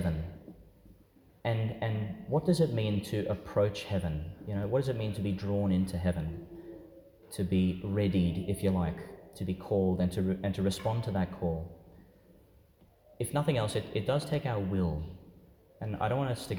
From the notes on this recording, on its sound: Homily for the Nineteenth Sunday in Ordinary Time, delivered in St Peter Chanel Church, Tannum Sands, Qld.